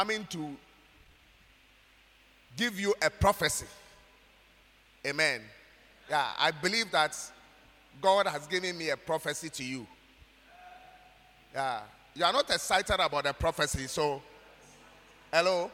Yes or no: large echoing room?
yes